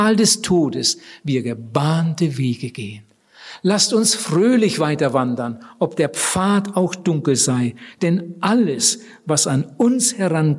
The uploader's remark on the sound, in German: Bei den Missions- und Freundestagen 2014 in Wienhausen im Missionswerk Bruderhand gehalten hat.